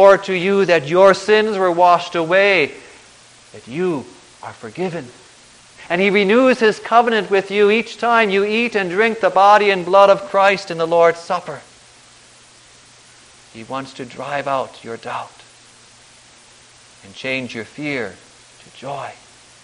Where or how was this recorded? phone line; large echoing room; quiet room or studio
large echoing room